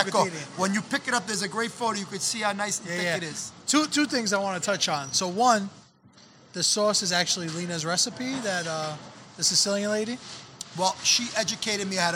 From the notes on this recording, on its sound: Filmed live at Mike's Deli on Arthur Avenue